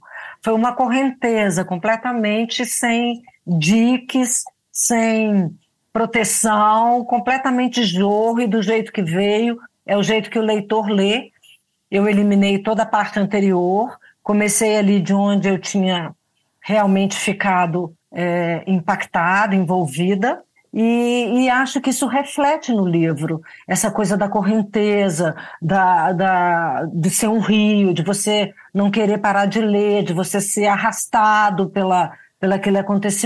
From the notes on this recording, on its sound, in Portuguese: Foi uma conversa via zoom